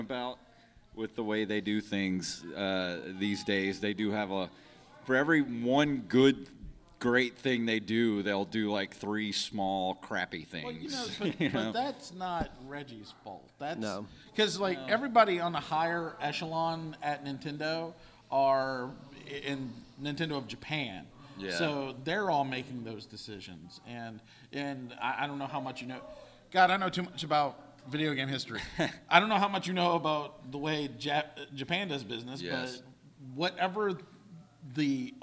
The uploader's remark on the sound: Live Panel from Pensacon 2019. A special live panel at Pensacon, a yearly convention held in Pensacola, FL.